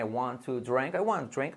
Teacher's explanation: La R fuerte, la I como una E